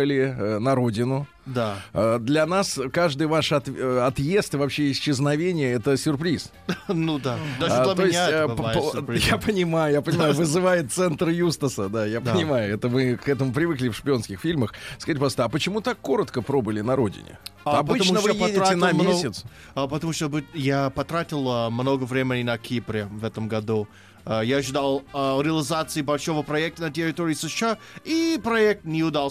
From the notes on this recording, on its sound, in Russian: Отбыл в Сербию, прекрасный Мечавник, на фестиваль русской музыки Kustendorf CLASSIC, и по телефону рассказал об открытии этого музыкального праздника.